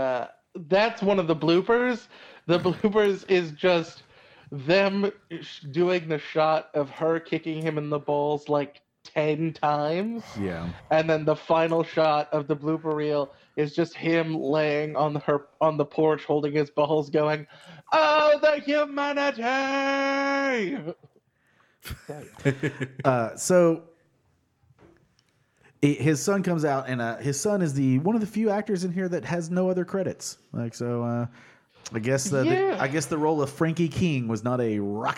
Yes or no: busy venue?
no